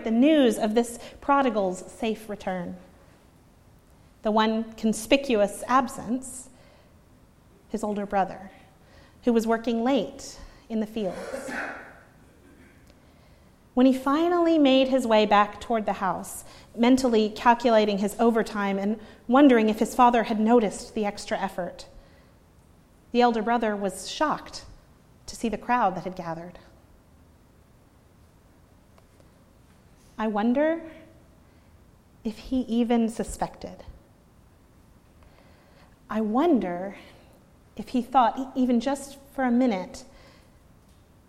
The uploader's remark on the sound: preached at Northminster Church on March 31, 2019